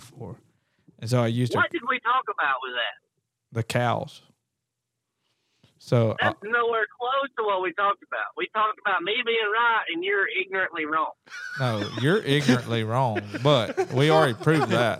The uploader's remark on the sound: On the phone with us trucking cattle.